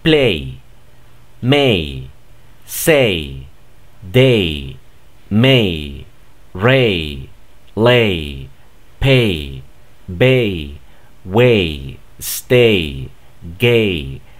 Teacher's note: Entonces podríamos decir que aquí la Y no suena cuando te la encuentres en una palabra monosilábica, ¿sí? Y que esté después de la A, entonces no va a sonar la Y. Pero la A sí va a sonar como ey.